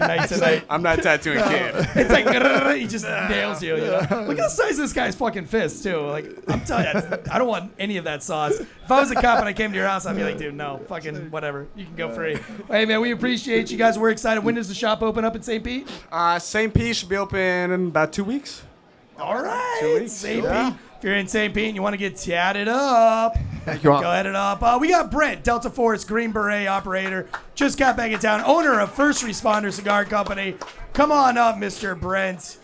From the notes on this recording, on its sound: We are joining you guys LIVE this week for the big Failure to Stop Meetup & Valor Bare Knuckle fight event.